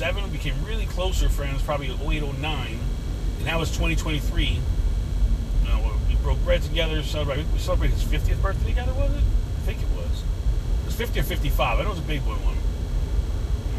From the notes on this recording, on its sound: CarCast